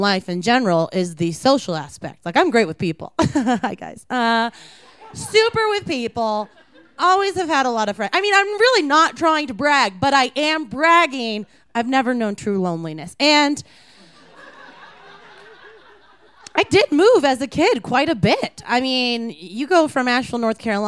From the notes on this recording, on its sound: These stories were recorded live at Buntport Theater on September 17, 2014.